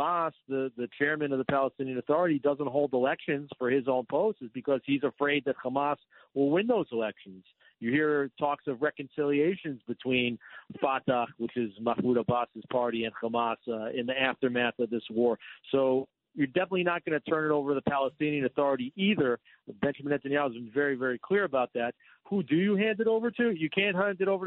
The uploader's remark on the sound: Calls in to give listeners an update live from the ground in Israel.